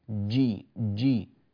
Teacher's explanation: حرف الجيم اجعله شديدا